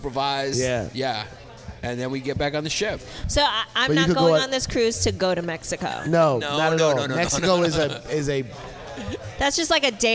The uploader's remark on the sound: Recorded at the legendary Comedy Cellar.